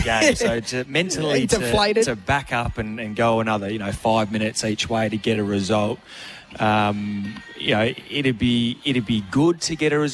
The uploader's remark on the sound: On location this morning at Harbour Town Shopping centre looking after an Audi G5 thanks to Audi Solitaire.